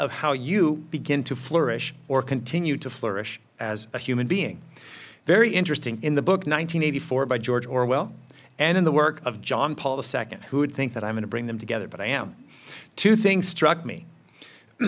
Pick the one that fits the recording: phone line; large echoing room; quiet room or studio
large echoing room